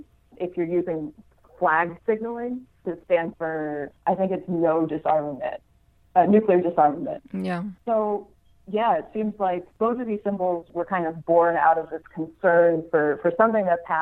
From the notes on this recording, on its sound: I had with me on the phone from Seattle